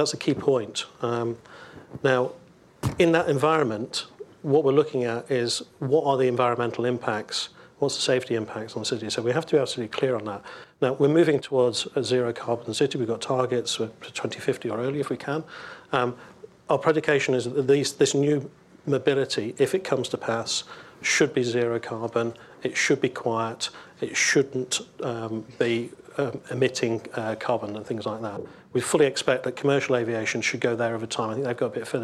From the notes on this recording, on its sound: The Urbanisation Forum at Google HQ. A special recording of the Urbanisation forum on Connectivity, hosted by the Swedish Chamber of Commerce at Google's UK headquarters in King's Cross.